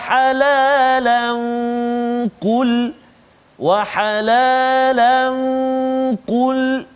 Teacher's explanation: tanwin bertemu dengan qaf dengung juga dua harakat